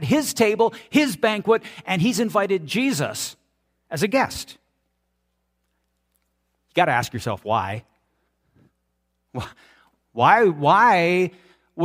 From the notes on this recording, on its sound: This is audio taken from the March 5, 2023 Sunday sermon at FBC Charlottetown PEI Canada.